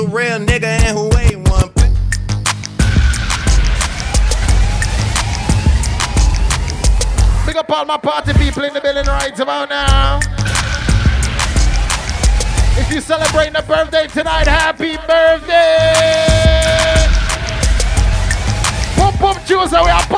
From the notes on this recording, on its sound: PUMPUM TUESDAY Live Audio. LIVE AT PUM PUM TUESDAY LOS ANGELES PREMIER HOT SPOT IN HOLLYWOOD.